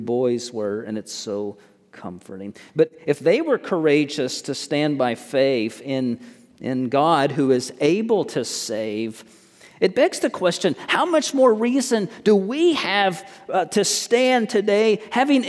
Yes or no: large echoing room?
yes